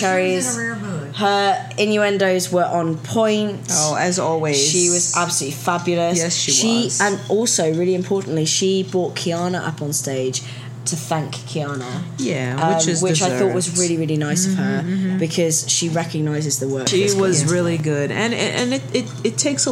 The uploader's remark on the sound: LIVE from WentworthCon 2019. Live from Wentworth Con in NJ.